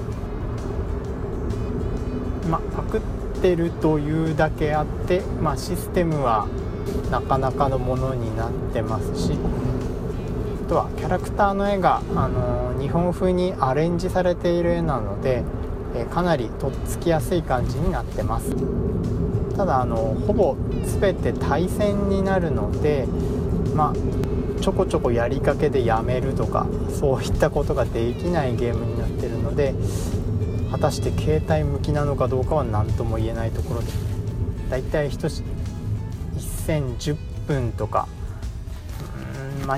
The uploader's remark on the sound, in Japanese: 運転中に録音してるので、内容がフラフラしたり、いろんな音が入ったりしていますが